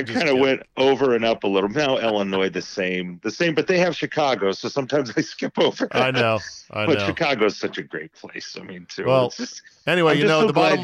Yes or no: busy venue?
no